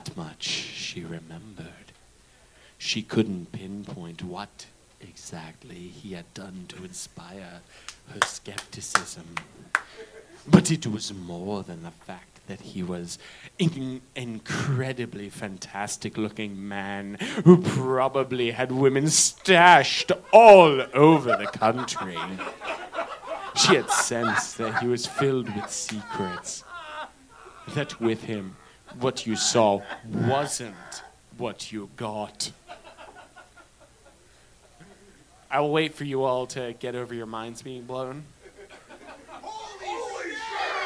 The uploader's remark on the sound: The live shenanigans continue!